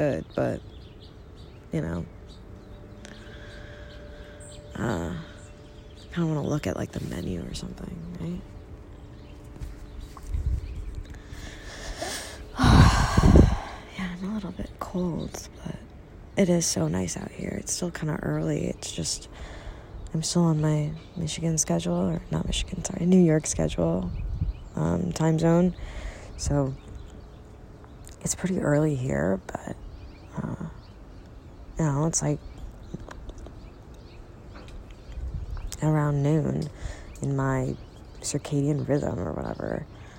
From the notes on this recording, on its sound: Recorded from the backyard. Lots of birds.